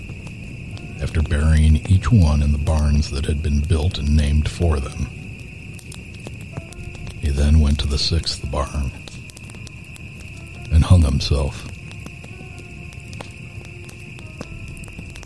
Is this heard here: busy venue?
no